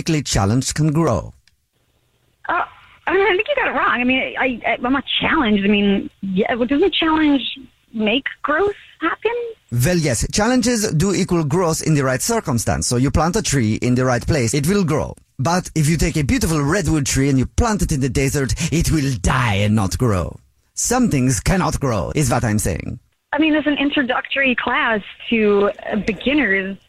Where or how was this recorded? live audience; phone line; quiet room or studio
phone line